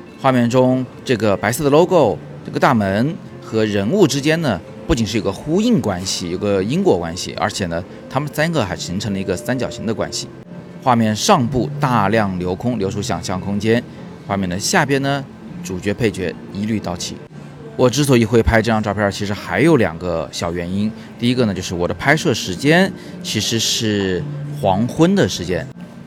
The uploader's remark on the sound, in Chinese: 今天是在外边录音，稍微有点噪音，请大家见谅。